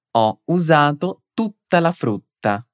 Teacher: As palavras tuta e fruta têm dois T's. Portanto, dá uma breve pausa ali antes.